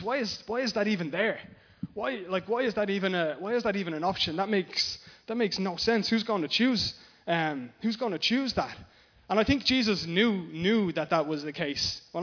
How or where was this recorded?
large echoing room